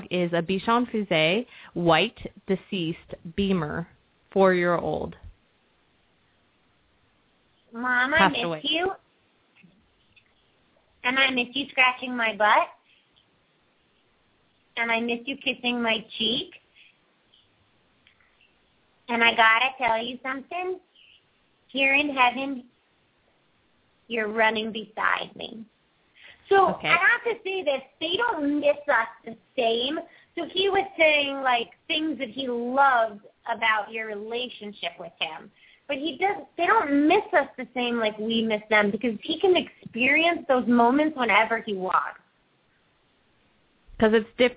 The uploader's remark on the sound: open up the lines for listeners to call